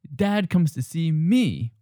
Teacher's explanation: Dad comes to see me with an extra stress on me.